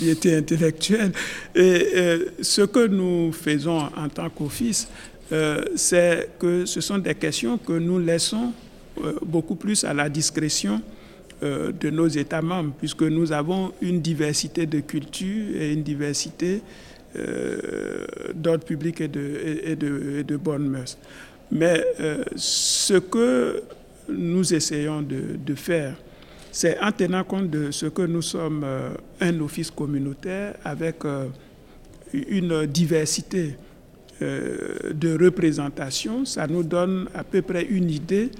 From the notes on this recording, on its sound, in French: Cet épisode a été enregistré en marge de la réunion annuelle de l’INTA à Singapour en mai 2023.